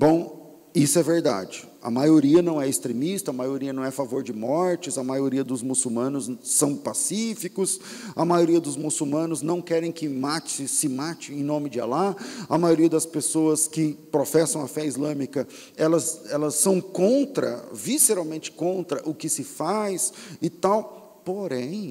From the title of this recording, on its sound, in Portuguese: Culto ao vivo